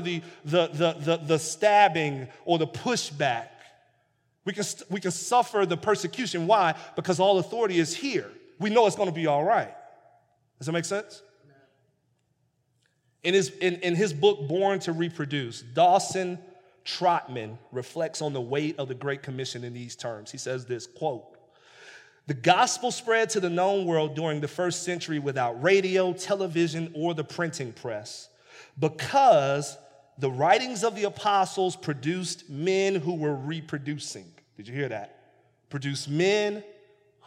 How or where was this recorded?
large echoing room